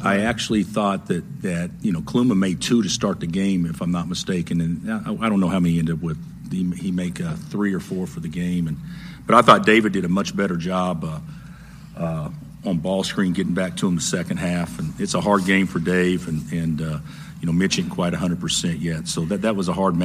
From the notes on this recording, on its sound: Postgame Audio From Kansas 2nd Round Win over Creighton. Hear the full post-game press conference.